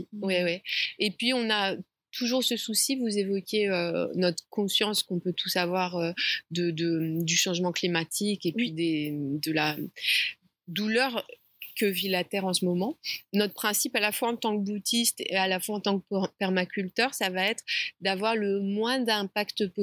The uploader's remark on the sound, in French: Épisode enregistré dans le magnifique jardin de la ferme Kibo !